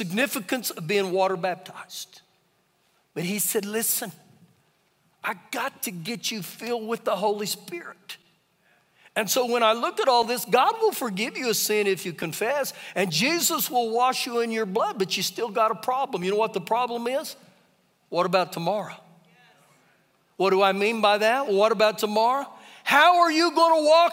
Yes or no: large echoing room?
yes